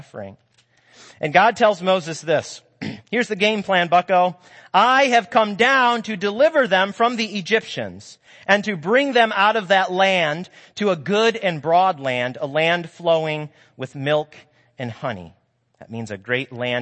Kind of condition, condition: setting, large echoing room